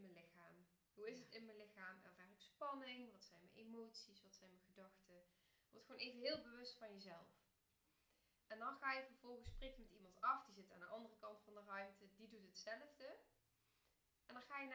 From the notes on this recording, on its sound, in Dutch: Het geluid van deze aflevering is heel zacht, dus raad ik je aan om hem met oortjes in of koptelefoon op te luisteren. Houd er dan wel even rekening mee dat zowel de intro als outro best hard gaat in verschil met de opname zelf.